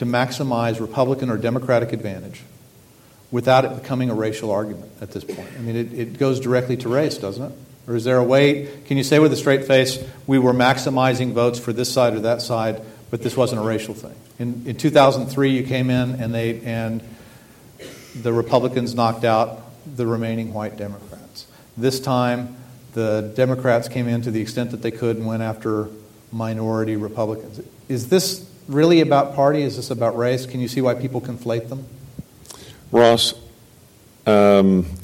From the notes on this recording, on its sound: During a one-on-one conversation of The Texas Tribune Festival.